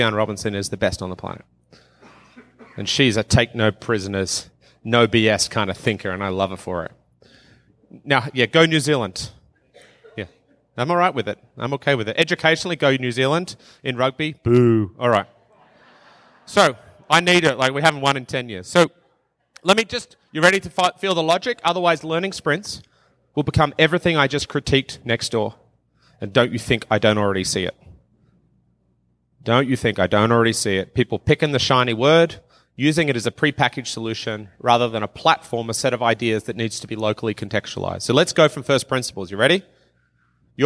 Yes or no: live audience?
yes